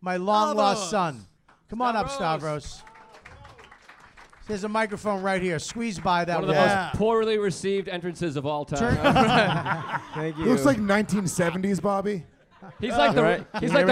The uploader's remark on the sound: YKWD Live at NYC Podfest